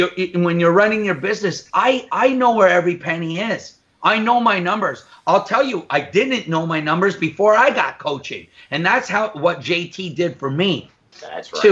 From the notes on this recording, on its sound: Live Call.